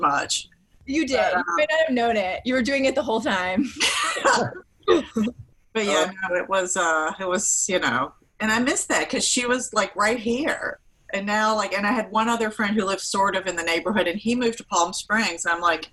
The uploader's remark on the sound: a Zoom conversation